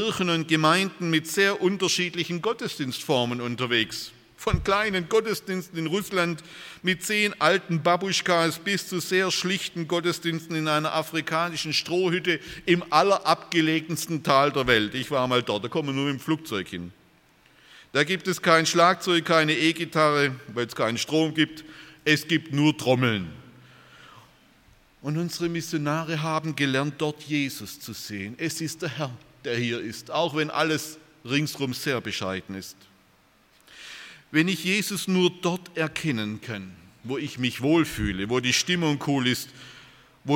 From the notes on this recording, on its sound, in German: aus dem Gottesdienst der Liebenzeller Mission